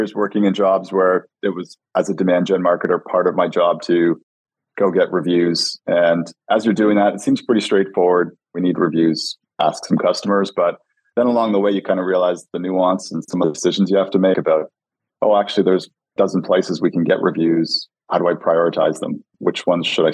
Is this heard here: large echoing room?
no